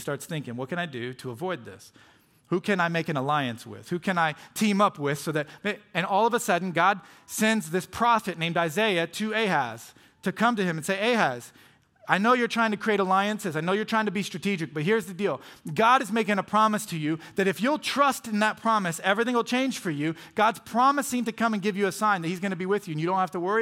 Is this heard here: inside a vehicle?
no